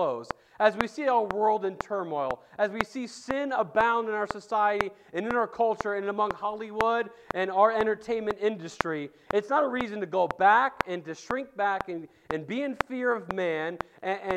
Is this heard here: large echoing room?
yes